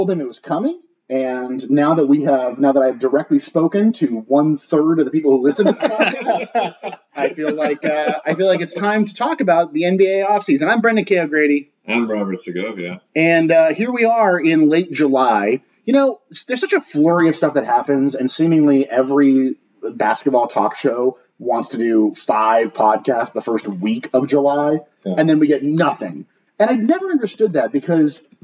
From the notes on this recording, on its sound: Apologies that the audio quality wasn't up to our usual standards due to some technical difficulties (user errors)